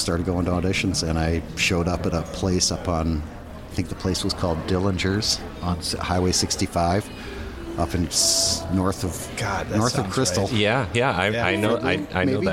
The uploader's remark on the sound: LIVE podcasts from the lobby of The Hewing Hotel in downtown Minneapolis. LIVE podcasts from the lobby of The Hewing Hotel in downtown Minneapolis.